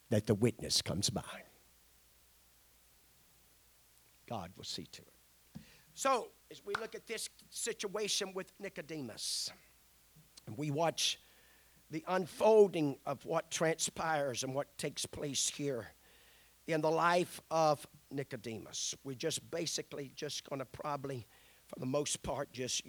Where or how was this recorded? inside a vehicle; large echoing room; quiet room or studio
large echoing room